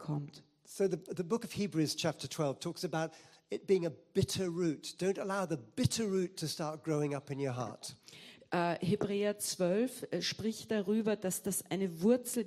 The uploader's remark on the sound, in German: Gottesdienst live aus der LIFE Church Wien.